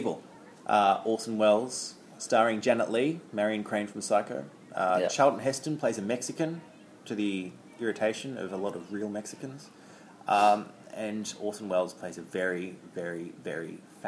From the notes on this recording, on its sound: Live from The Blue Dahlia nightclub in downtown Hollywood